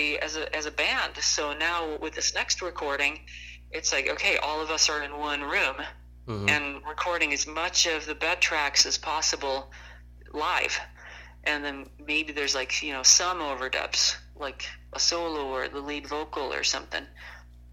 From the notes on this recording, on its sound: burnt the phone lines to interview